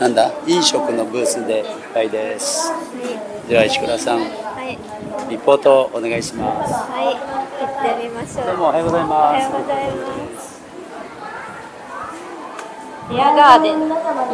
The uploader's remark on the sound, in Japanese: 公開収録：第56回目黒区商工まつり。今回は、目黒区商工まつりの協会ブースで収録。会場の模様をお伝えします。